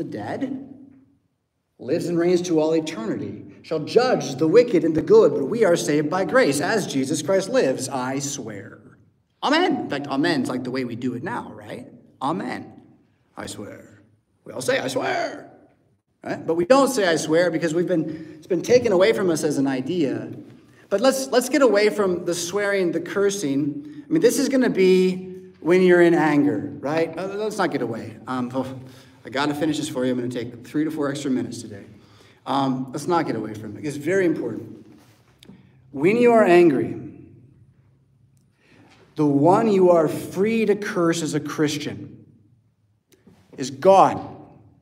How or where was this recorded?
large echoing room